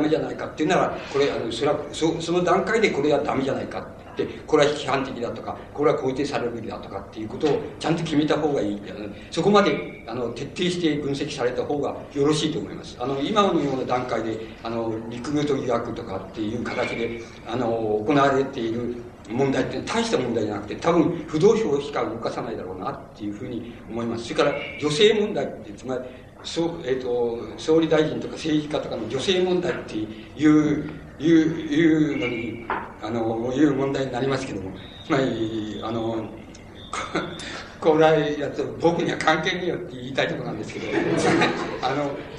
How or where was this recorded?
live audience